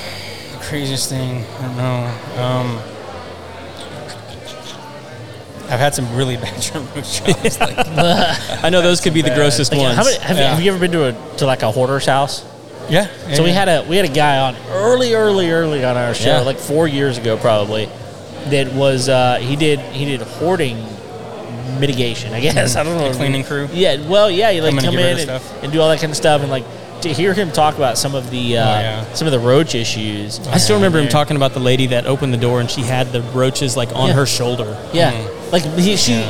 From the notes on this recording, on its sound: Live from Rowdy’s in Spring, TX with The Contractor’s Network. We had a chance to sit down with many business owners who are experts in their field.